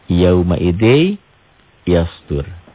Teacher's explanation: Karena dia idgham biguna, ditahan dan dengung. Jadi Y-nya ditambah lagi satu di sini.